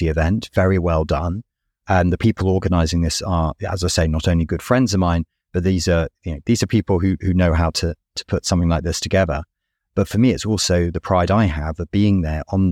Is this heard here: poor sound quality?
no